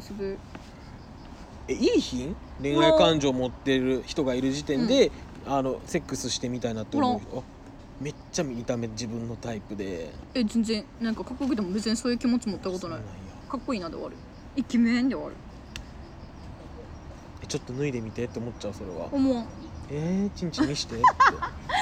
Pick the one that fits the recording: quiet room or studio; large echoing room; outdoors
outdoors